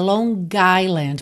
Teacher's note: você junta Long Island, porque você vai ter uma vogal logo na sequência, tá? Mas quando não é o caso, geralmente você nem ouve esse G.